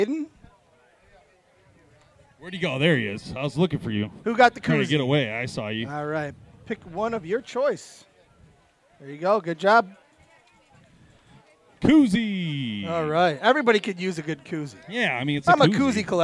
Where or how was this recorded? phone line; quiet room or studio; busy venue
busy venue